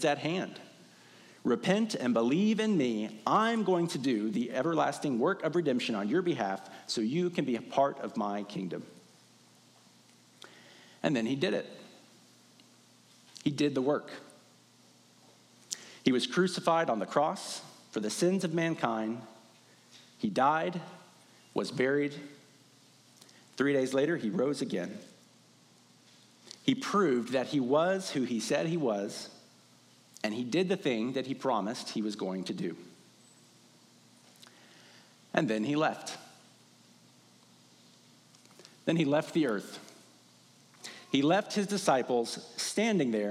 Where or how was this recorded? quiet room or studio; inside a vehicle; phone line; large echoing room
large echoing room